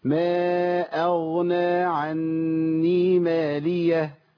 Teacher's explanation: بص حضرتك، اولا اغنى الغين هنا في مرتبه عاليه شويه لانها متوسطه التفخيم لان في غين ساكنه